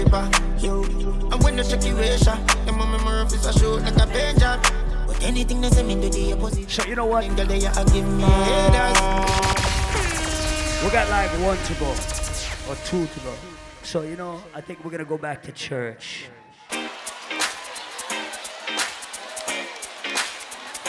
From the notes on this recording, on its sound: LIVE AUDIO! LIVE AT ISLAND SATURDAYS ON 10.26.19.